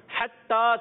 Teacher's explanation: حتیٰ اب اس کو دیکھیں ہا عرف ہلکی میں سے ہے ہا کی ادائیگی جو کلیئر ہونی چاہیے ٹھیک ہے حلق کے درمیان والے حصے سے حتیٰ تا مشدد ہے تشدید والا ہے ایک الف کھڑی حرکات